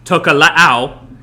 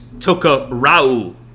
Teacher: They say R instead of L. · Shown in: second take